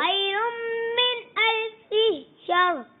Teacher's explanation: الفی کی زیر کو ہم لمبا نہیں کریں گے